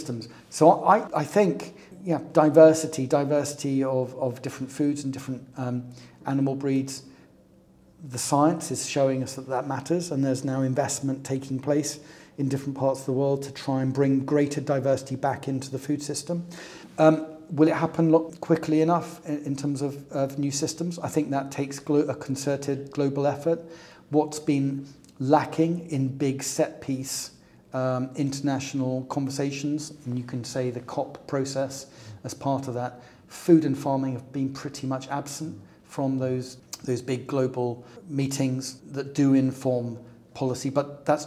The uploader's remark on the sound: This episode was recorded at IMMA during the Earth Rising Festival 2023